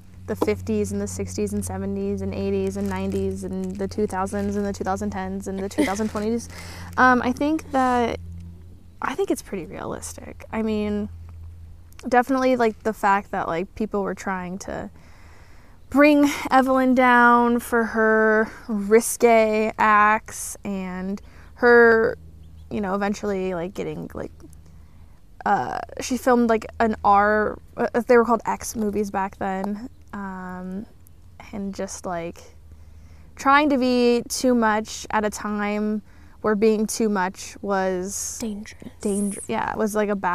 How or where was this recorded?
outdoors